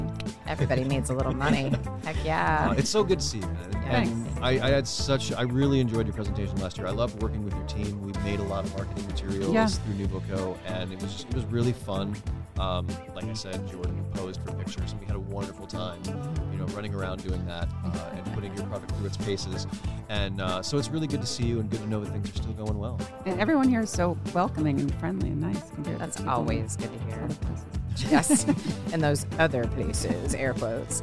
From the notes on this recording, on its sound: come to you live from EntreFEST in Iowa City